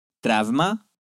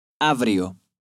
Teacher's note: Читается как АВ, если после этого идет звонкая буква.